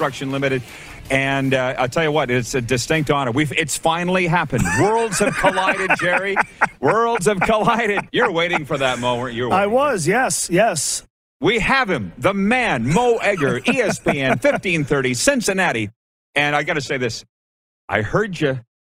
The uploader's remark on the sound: LIVE from Los Angeles, California. Take in the Cali sun ahead of Super Bowl 56!